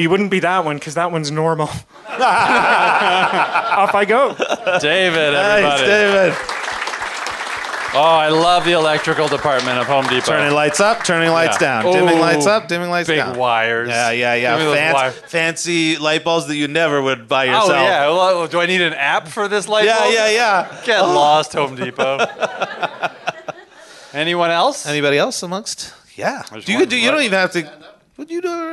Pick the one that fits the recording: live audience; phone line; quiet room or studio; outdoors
live audience